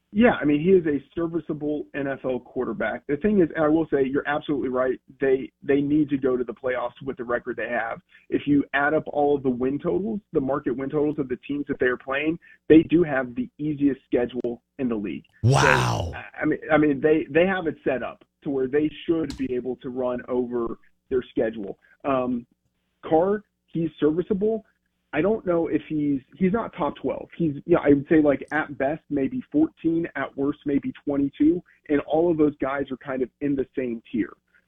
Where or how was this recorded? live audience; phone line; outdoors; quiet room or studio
phone line